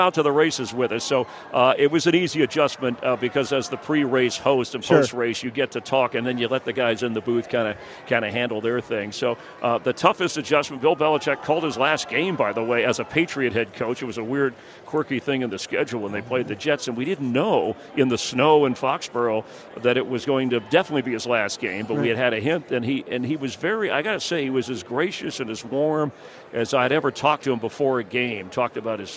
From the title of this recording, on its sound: live from Radio Row